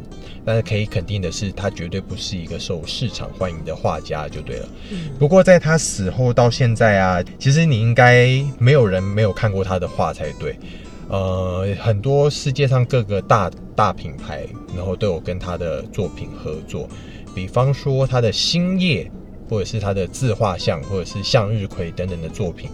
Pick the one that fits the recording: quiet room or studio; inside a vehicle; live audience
inside a vehicle